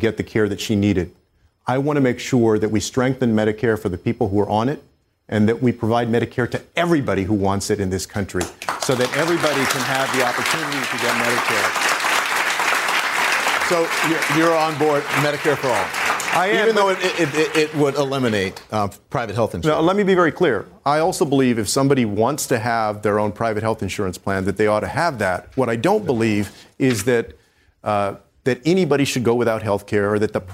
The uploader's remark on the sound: answers questions during a live town hall